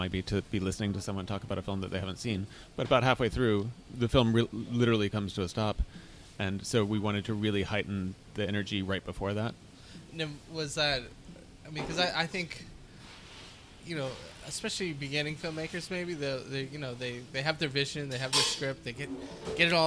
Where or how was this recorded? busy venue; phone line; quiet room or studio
busy venue